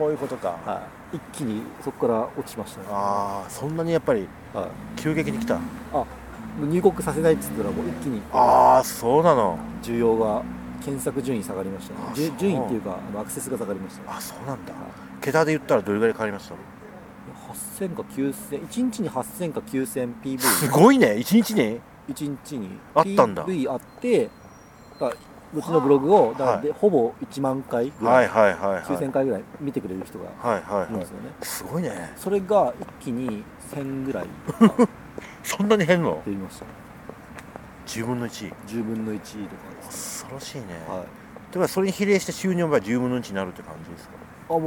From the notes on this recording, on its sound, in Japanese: 札幌大通り公園にて行いました。